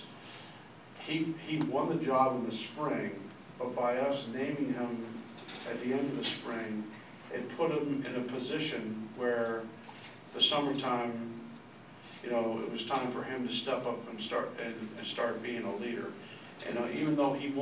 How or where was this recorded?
busy venue